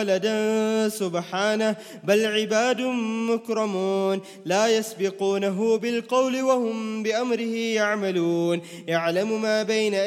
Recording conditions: large echoing room